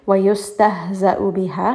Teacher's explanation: ha is going to be from the lower chest